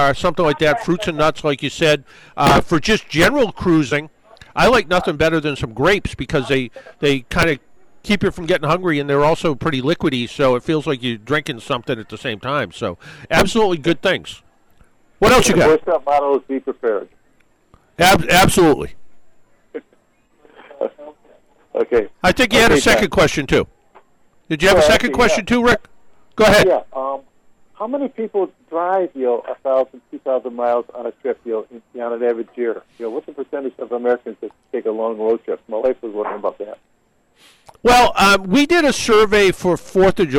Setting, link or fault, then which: setting, busy venue